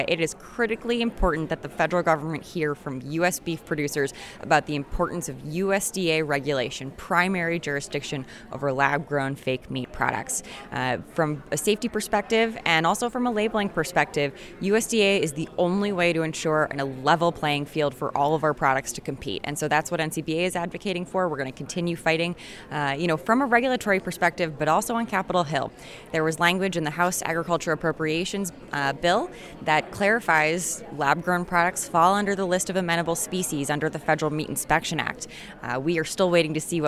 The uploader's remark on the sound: Live Report From The Big Ol' #FakeMeat Hearing in DC (No Music).